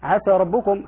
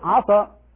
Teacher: يجب بيان انفتاح السين لئلا تصير صادا · Shown in: first take